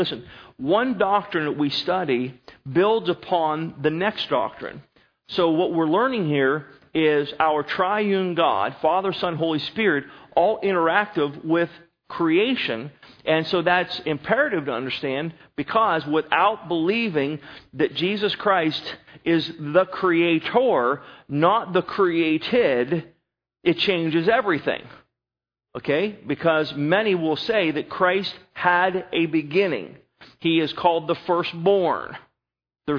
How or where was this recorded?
large echoing room